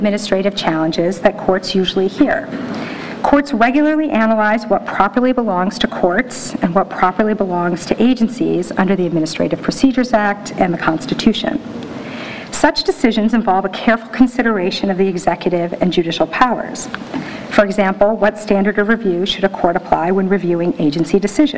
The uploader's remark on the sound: NYU Rule of Law Symposium Keynote Address.